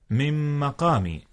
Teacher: أدغمت نون من في ميم مقام، وكلاهما من أحرف الغنة · Term: إدغام